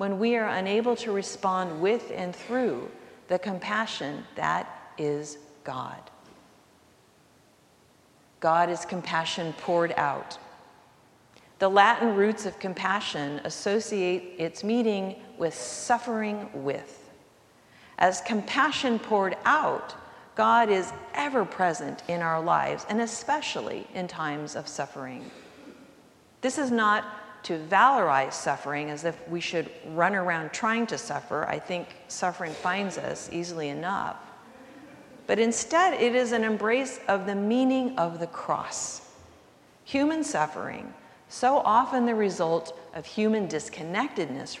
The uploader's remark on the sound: recorded live at the 10:00am service